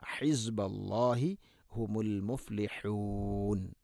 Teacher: മുഫ്ലിഹൂൻ ഹഇൻ്റെ ഉച്ചാരണം ശ്രദ്ധിക്കുക, തൊണ്ടയുടെ മധ്യഭാഗം